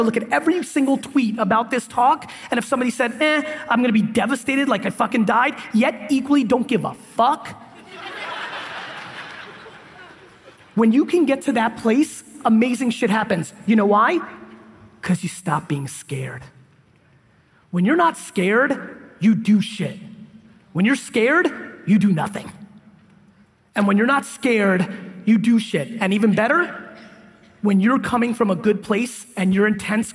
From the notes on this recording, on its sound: DUTCH BROS KEYNOTE IN PORTLAND, OREGON 2017